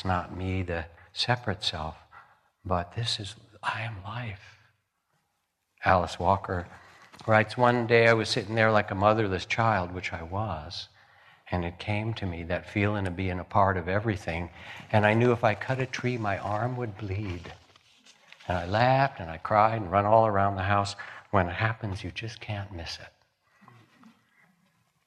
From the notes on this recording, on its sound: Live from the Spring Insight Meditation Retreat at Spirit Rock.